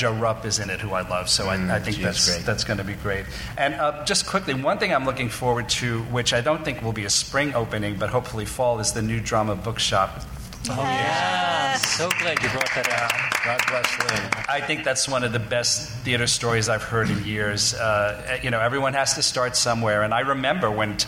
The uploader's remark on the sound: Live at BroadwayCon